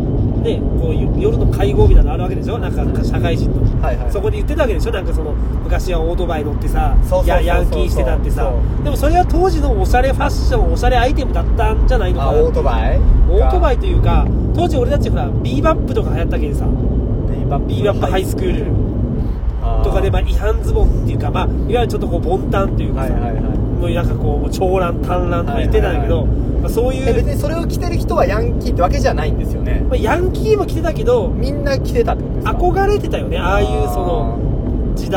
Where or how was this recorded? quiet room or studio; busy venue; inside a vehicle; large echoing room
inside a vehicle